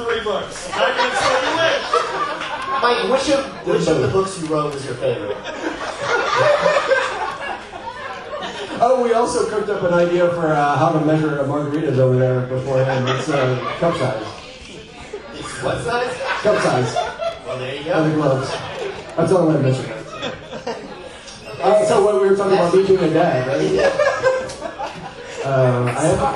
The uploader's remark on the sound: Gathered at Dallas' Barley House to record barely intelligible audio and drink too many beers. LIVE AT BARLEY HOUSE. IT'S OUR FIRST EVER LIVE POD!!!